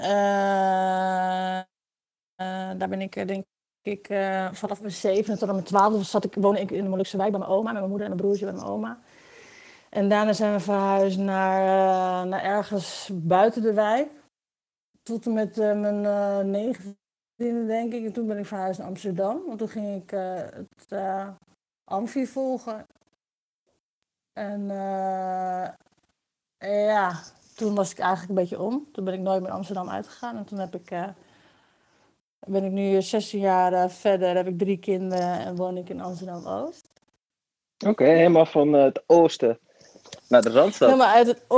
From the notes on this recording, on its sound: ClubHouse edition. Each participant in this conversation has consented to the recording.